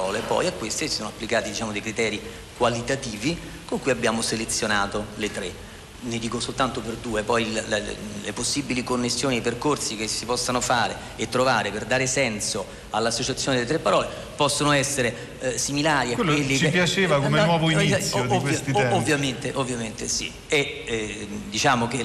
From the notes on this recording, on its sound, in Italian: Registrato domenica scorsa al Festival della lingua italiana di Lecco. Speciale dal Festival della lingua italiana di Lecco. Registrato domenica scorsa al Festival della lingua italiana di Lecco.